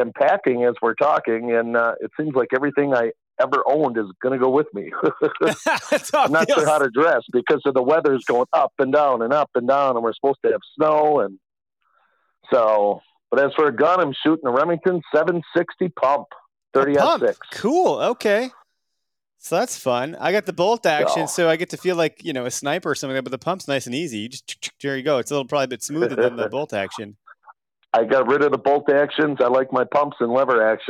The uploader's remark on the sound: we take to the phone lines and hear from hunters across the nation